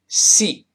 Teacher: 发长音，咦，口型小一点，拉长一些